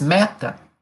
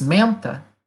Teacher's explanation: The first one is oral, it's not nasal, and the second one is nasal.